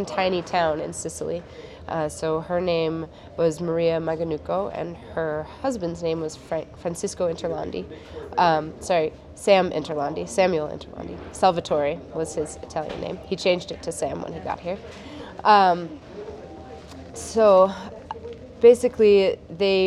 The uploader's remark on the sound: This story was recorded during our Seed Story Workshop at the Mountain West Seed Summit.